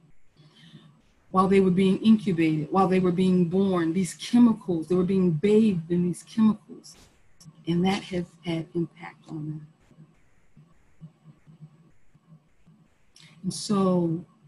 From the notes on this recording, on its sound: Our zoom streamed service. Internet went down at about the 44 minute mark, so the sermon ends abruptly unfortunately.